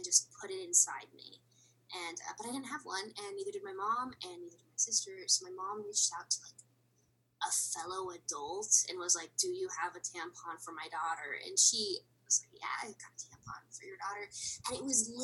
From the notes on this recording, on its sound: THIS IS MY FIRST TIME USING ZOOM TO RECORD THE AUDIO IS A LITTLE FUCKY.